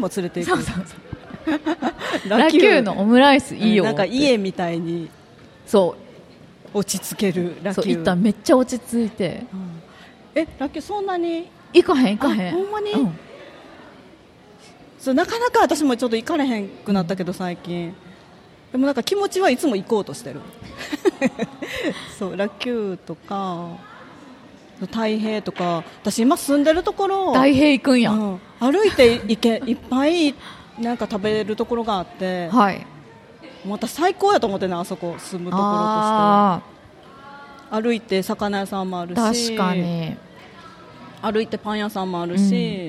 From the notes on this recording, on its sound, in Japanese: 楽しく公開収録。鳥取県倉吉市発。